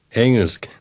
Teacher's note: Note how the word Engelsk is pronounced. The sound of the G in the middle almost disappears.